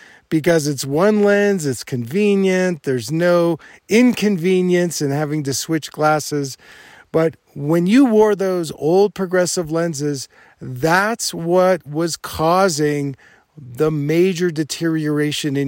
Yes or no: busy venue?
no